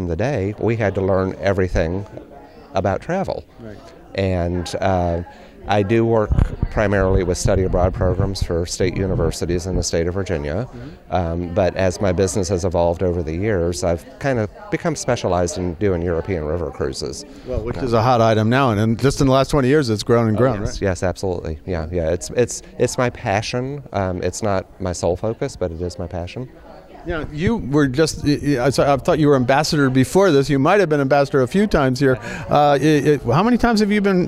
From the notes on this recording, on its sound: interview at Nexion’s CoNexion conference in Disneyland